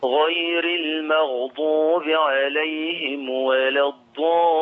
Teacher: انا عندي الضالين فيها ست حركات